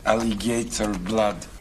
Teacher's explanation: So Russian-speaking English will sometimes stick a little y sound in.